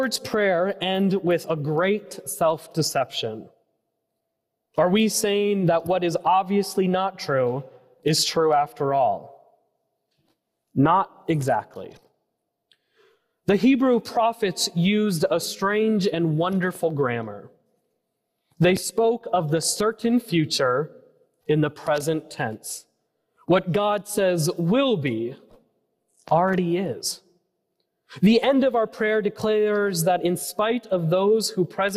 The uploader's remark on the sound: preached at First Presbyterian Church of Allentown, PA on August 27, 2023.